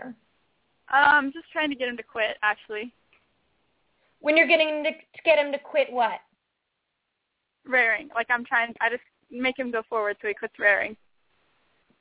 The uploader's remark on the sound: Takes Lots of Callers On This Great Show